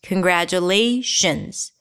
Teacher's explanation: the T here is not a T. It's a J sound.